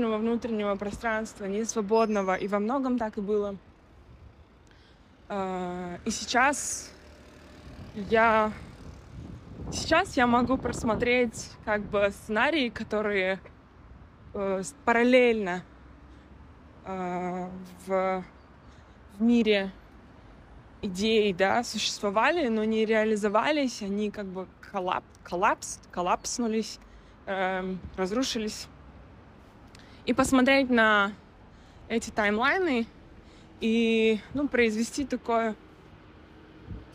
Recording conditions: outdoors